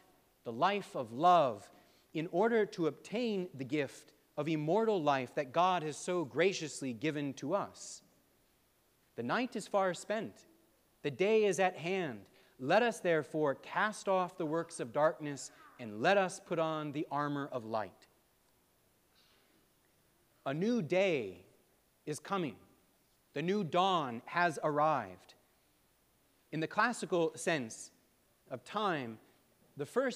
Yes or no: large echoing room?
yes